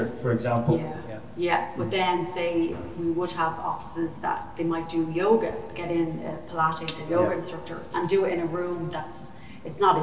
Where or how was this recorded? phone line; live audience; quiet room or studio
live audience